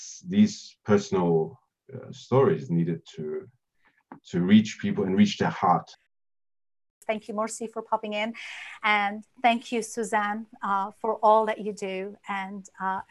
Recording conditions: video call